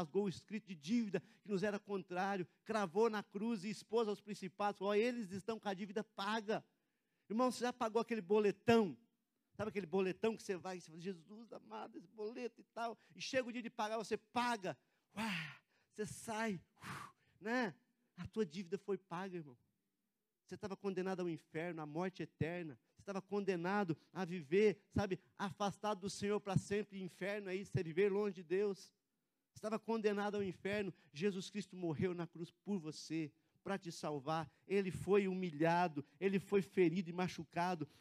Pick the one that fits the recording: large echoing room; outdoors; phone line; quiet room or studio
large echoing room